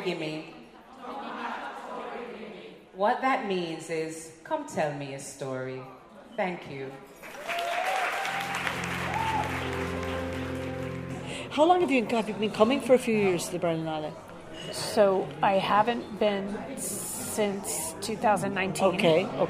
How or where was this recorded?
busy venue